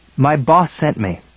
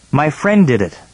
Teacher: The s sound at the end of boss and the s at the beginning of sent are not said separately. The sounds are combined to form one long consonant sound.